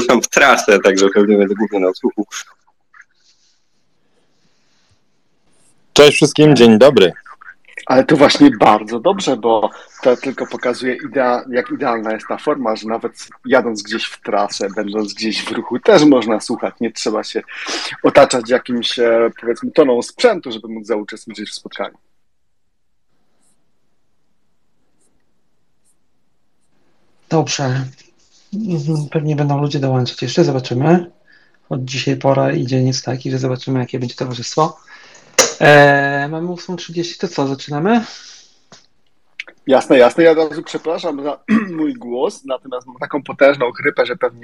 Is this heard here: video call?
yes